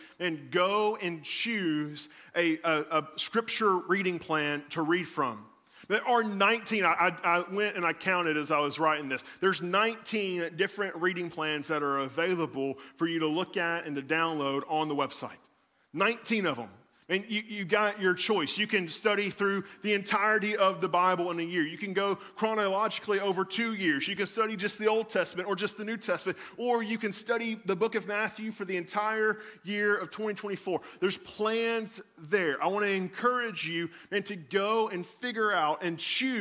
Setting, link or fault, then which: setting, large echoing room